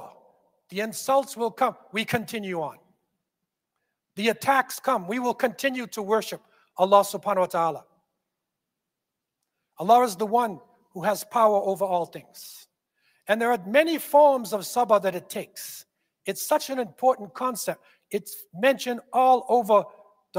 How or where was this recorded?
large echoing room